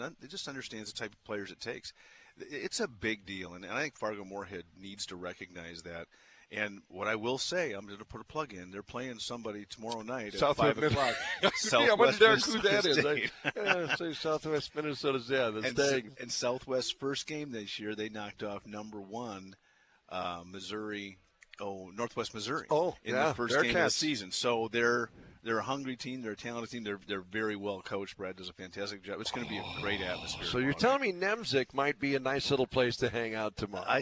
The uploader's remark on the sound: broadcasting live from Bulldog Tap